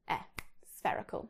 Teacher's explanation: it should be eh, not ear, eh, spherical